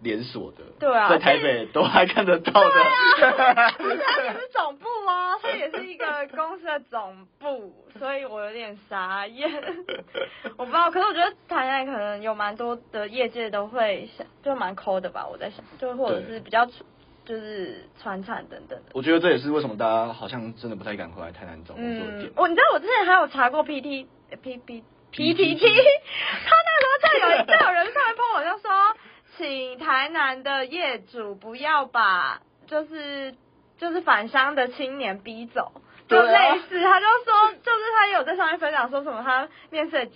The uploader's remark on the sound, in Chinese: 因為是頻道草創時期，所以有雜音或是音質上的問題還請大家見諒。